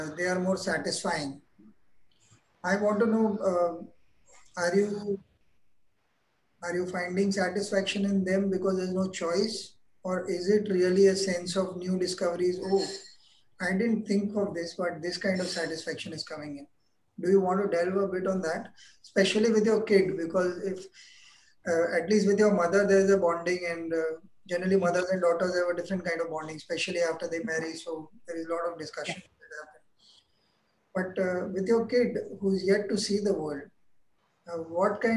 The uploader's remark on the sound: This is the audio part of a video conversation.